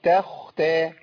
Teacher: الخاء عندي هنا في مرتبة وسطى هي ساكنة بعد فتح